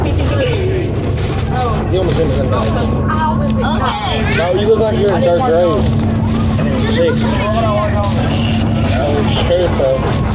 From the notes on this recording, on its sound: this is a real recording from my school bus